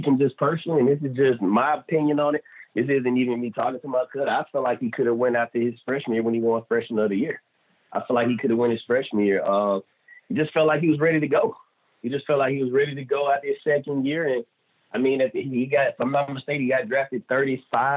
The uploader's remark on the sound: Joins on the Modern Woodmen phone line.